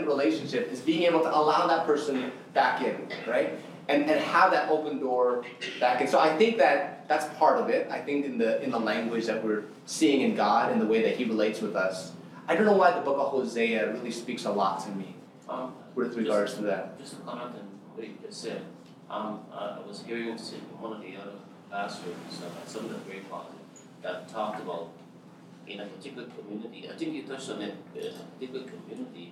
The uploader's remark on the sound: This session was recorded at Our City Toronto 2023.